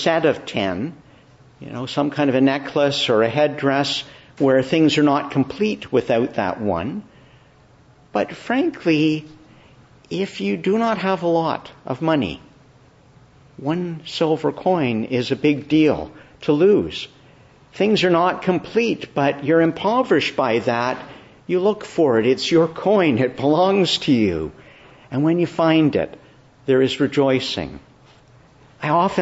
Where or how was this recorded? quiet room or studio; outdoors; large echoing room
large echoing room